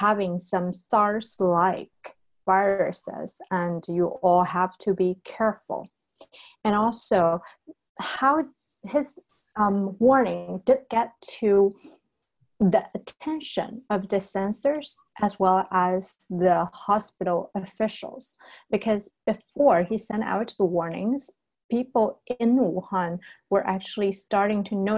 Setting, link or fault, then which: link, video call